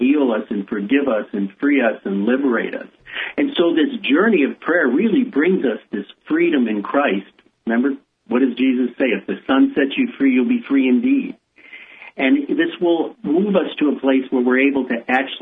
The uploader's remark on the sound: welcomes two new friends over the phone